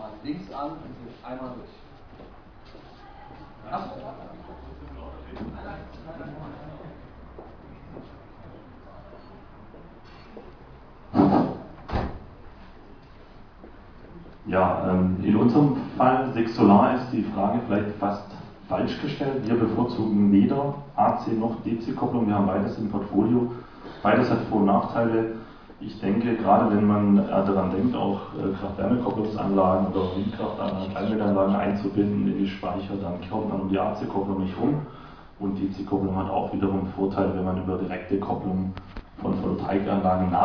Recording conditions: busy venue